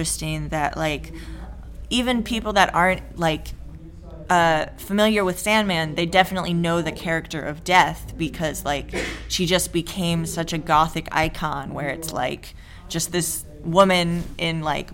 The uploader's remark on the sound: Instead of an interview, this is the live recording of a panel. At Dark Side Of The Con 3 presented by VampireFreaks.